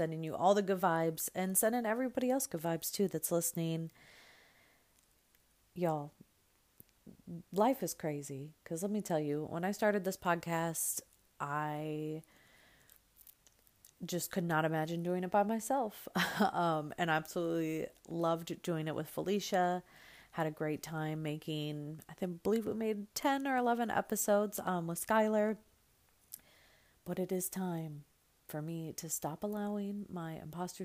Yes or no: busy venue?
no